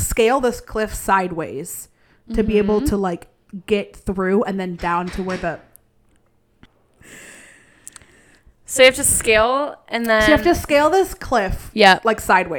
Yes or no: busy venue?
no